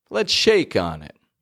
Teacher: other words are lower to medium kind of pitch, but we hear a rise in shake.